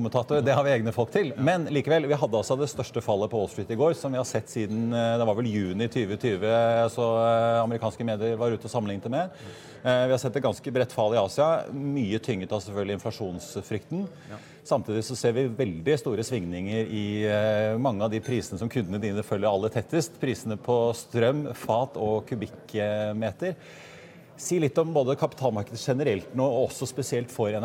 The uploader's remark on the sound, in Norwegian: Live fra Pareto-konferansen